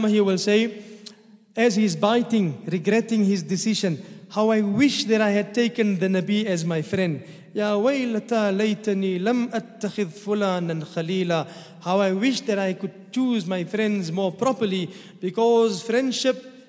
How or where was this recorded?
large echoing room